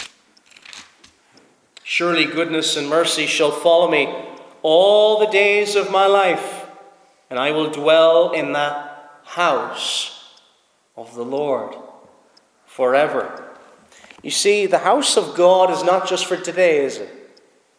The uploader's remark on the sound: Preached at Snizort Free Church -Continuing